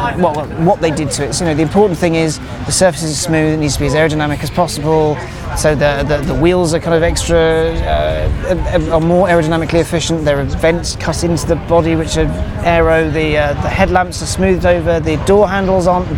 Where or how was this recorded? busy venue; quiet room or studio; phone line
busy venue